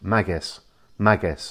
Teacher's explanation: So instead of being Magues, as a lot of people say, you put the emphasis on the first syllable, so it's Magues, Magues.